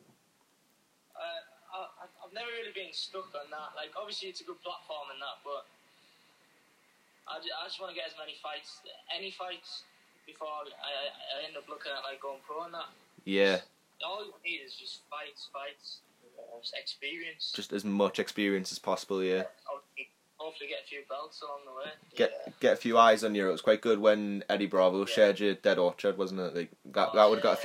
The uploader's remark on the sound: via phone call